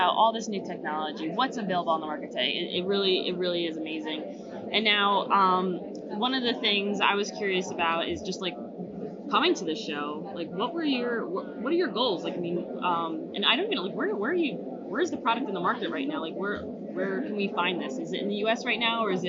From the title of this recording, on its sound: Live From Seafood Expo Global